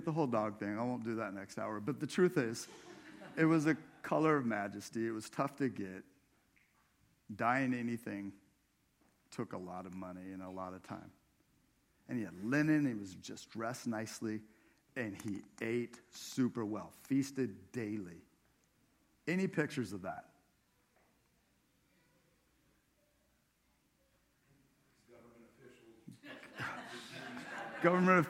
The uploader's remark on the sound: This sermon was preached at Crosswater Community Church in Sultan, WA on10/1/23